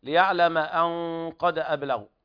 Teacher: وهنا إخفاء حقيقي لوقوع القاف بعد النون الساكنة، وهنا الغنة تغلظ وتفخم لتتناسب مع سمن الحرف الداخل عليه